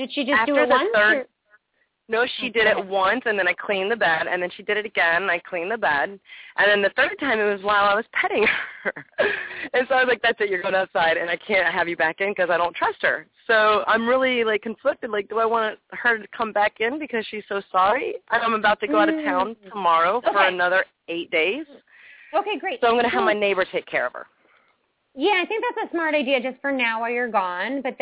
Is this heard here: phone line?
yes